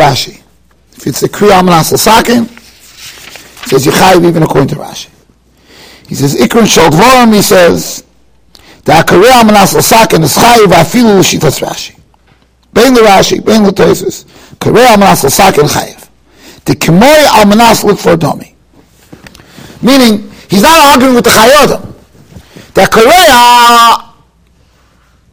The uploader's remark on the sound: Shiur recorded in Yeshivas Ohr Reuven, Monsey, NY.